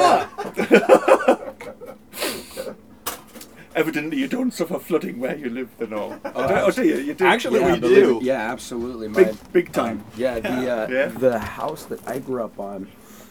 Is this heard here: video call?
no